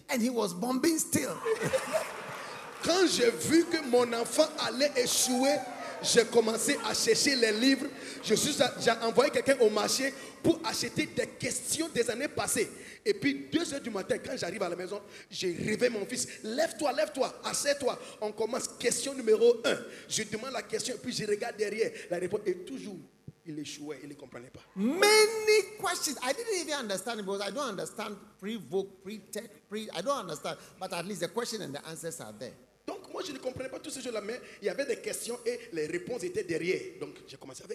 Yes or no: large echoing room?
yes